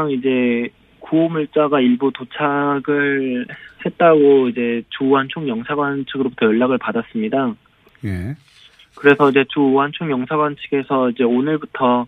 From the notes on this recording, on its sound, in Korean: 전화연결